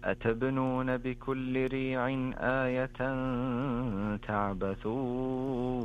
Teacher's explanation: اقرأ أيضا أتبنون بكل ريع آية بقلقلة الباء